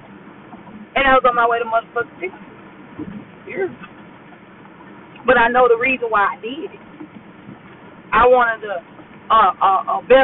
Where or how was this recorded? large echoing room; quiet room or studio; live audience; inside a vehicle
inside a vehicle